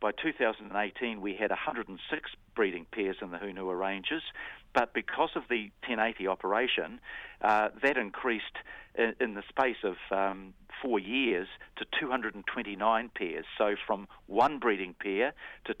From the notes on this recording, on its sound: phones up for his weekly chat